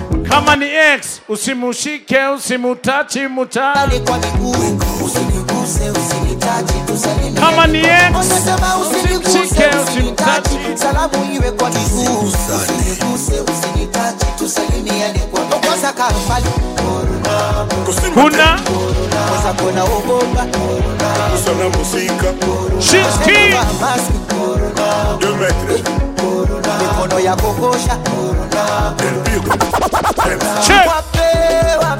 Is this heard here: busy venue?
yes